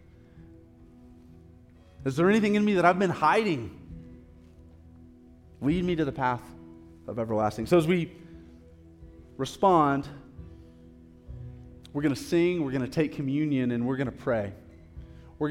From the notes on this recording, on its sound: live recorded sermon from the Sunday gathering at The Heights Church Denver